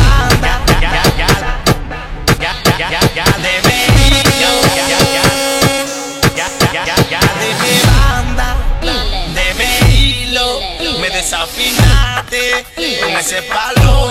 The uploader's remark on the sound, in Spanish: Dembow En Vivo Desde Sahara Cafe.